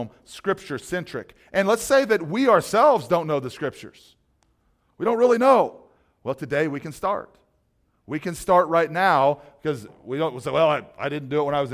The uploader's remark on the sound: This message was originally taught and recorded at Solid Rock Bible Church.